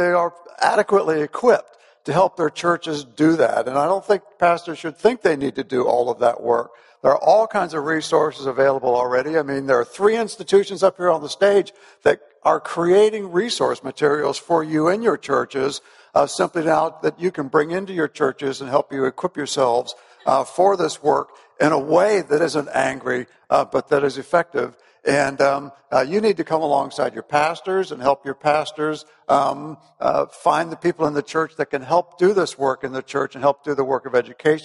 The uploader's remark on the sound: At the ERLC National Conference